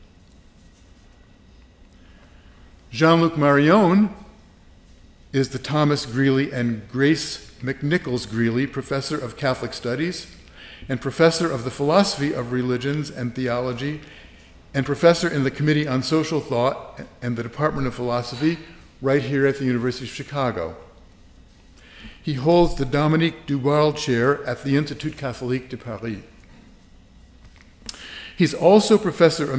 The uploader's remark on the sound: lecture on May 3, 2018 at the University of Chicago's Breasted Hall